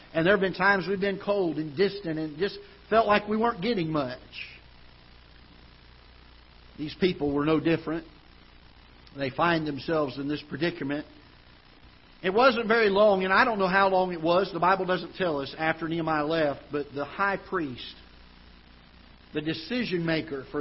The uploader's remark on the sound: Ketha Heights Baptist Church ~ Live Broadcast